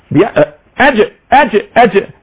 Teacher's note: الجيم ما فيهاش تفشي، لا فيها شنشنة